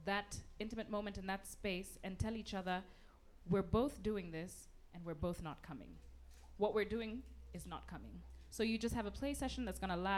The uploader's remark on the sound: at a LIVE podcast recording with a few lovely spreaders